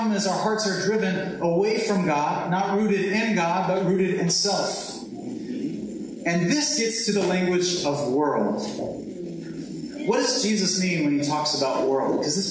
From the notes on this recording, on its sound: this sermon has been pulled from our livestream so be aware of lower quality audio